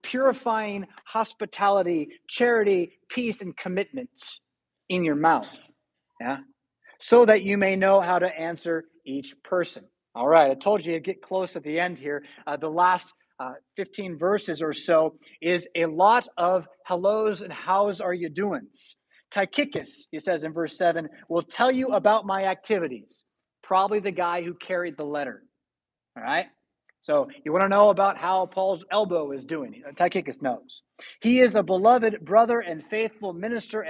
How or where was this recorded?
large echoing room